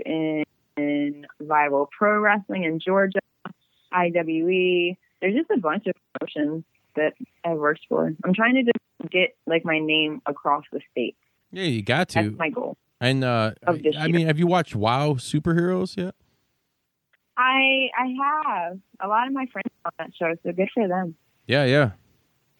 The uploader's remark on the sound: Another phone interview knocked out of the park.